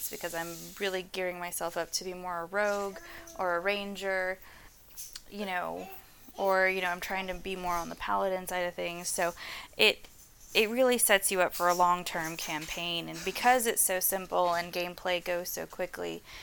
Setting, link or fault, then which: fault, sounds in the background